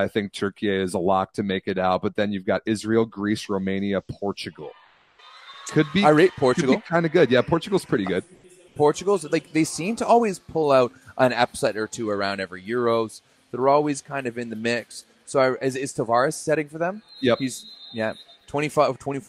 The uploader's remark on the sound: LIVE FROM QUEBEC CITY. Joins us live from the Women's NORCECA Championship in Quebec City.